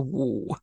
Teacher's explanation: wu is a third tone, so you go down and up, and actually I think wu kind of looks like that, so it's like the U.